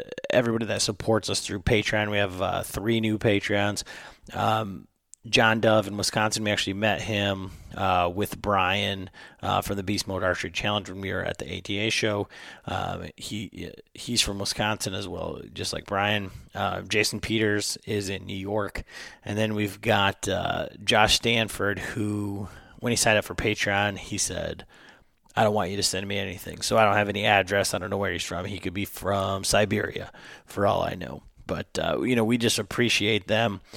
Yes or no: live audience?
no